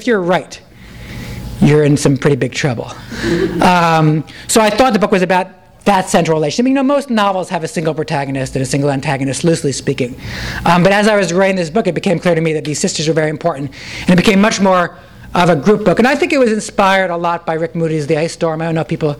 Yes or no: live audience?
yes